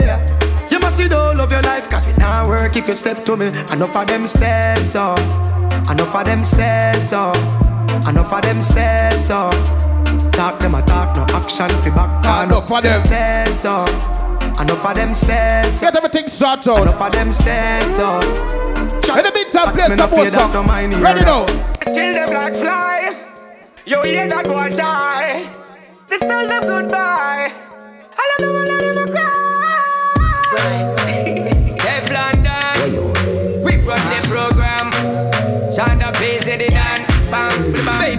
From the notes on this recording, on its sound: JAMAICA INDEPENDENCE BASH AT JAMROCK 8943 LEM TURNER ROAD JACKSONVILLE FL